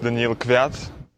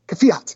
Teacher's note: It still sounds like a V-ish F to me.